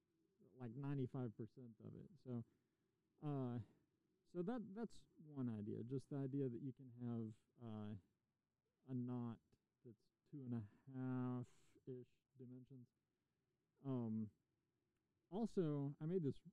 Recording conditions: outdoors